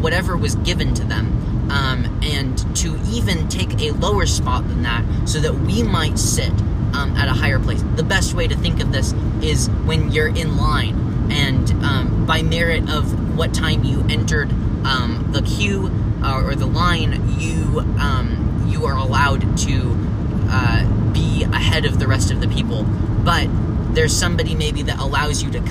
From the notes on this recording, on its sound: in the car